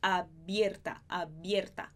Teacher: A palavra é aberta, mas o E é fechado